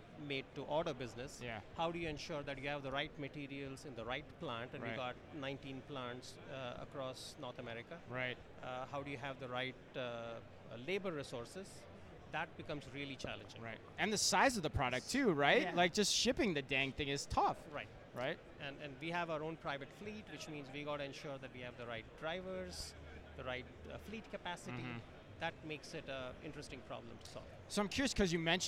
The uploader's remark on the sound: Live From Manifest 2024